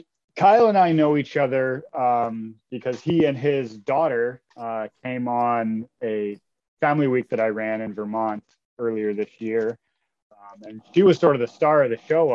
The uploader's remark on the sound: We recorded this over zoom, while both of us had relatively slow internet connections, so apologies for any issues with the audio.